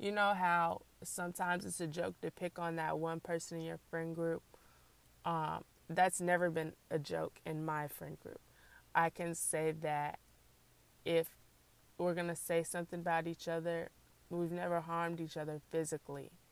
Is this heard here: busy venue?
no